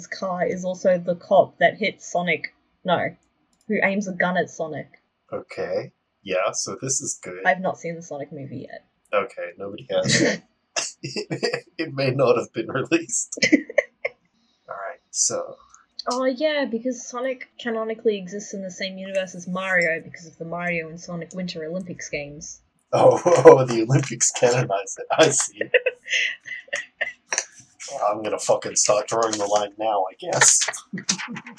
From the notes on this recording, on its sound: we've gotten better equiptment since recording this, so future episodes will sound much better